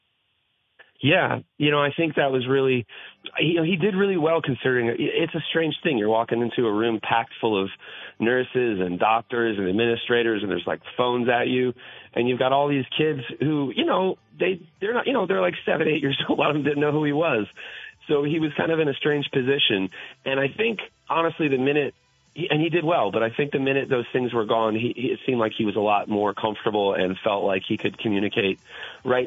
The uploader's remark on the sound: Calls from the Audience. Takes your phone calls!